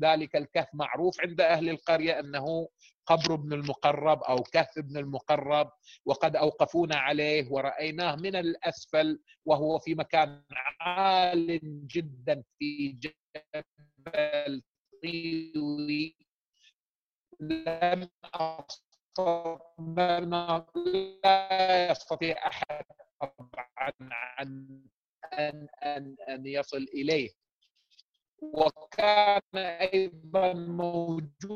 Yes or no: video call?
yes